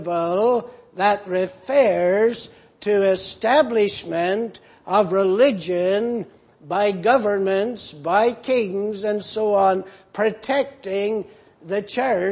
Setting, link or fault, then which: setting, large echoing room